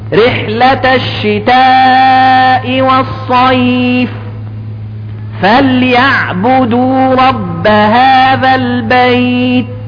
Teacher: همس بسيط خالص في التاء